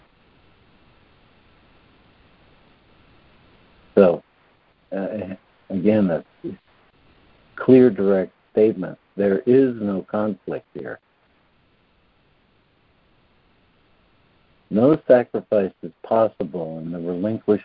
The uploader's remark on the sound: ACIM Daily Conference Call